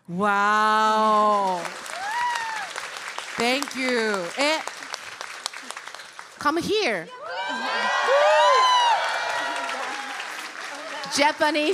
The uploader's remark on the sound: The Podcast LIVE! Snippets from Chicago!